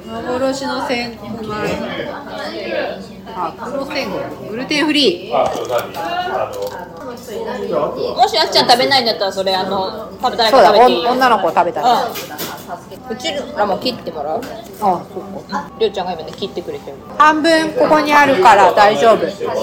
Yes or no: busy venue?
yes